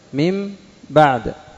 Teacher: إبدال الميم من النون. النون هذه صح تكتبها نون لكن تنطقها ميما، فأبدلتها في اللفظ.